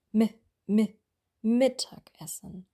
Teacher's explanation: Im Wort Mittagessen würden wir das I betonen. M, M, Mittagessen, nicht Essen, also E, Mittagessen.